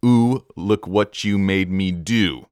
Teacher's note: We have a really strong emphasis on that syllable ooh. First as the word ooh, and then as the word do.